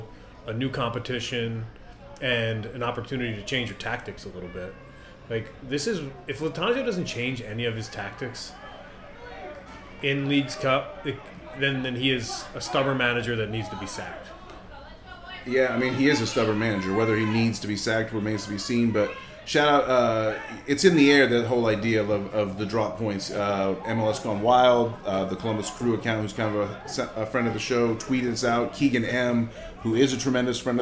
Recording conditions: busy venue